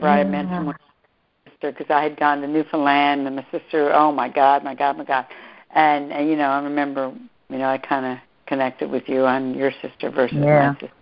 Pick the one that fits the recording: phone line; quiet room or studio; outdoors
phone line